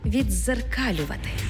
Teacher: У слові «віддзеркалювати» «ди» переходить у подовжений звук «дз»